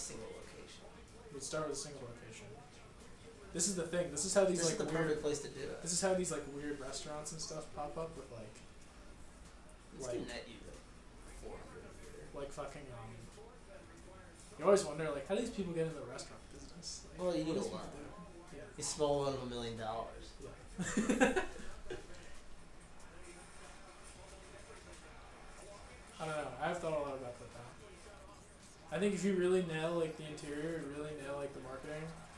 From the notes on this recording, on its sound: we prove how inept we are at recording a podcast